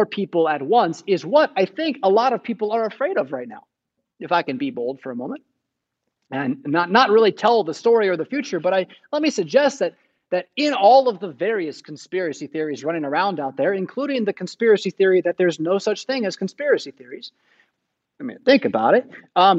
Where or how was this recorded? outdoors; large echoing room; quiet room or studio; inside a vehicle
large echoing room